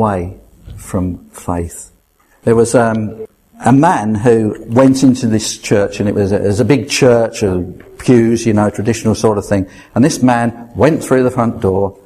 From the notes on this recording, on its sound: at Rayleigh Elim Pentecostal Church